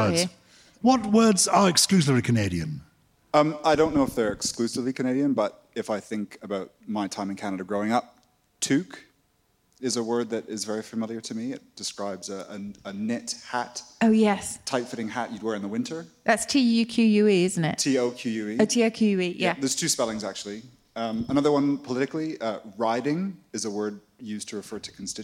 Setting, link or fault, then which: setting, live audience